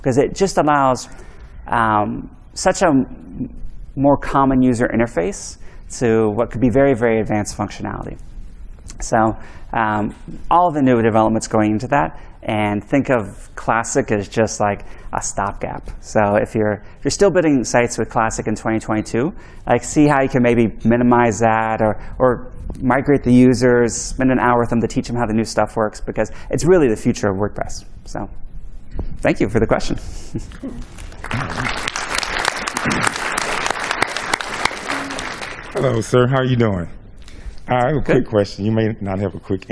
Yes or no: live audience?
yes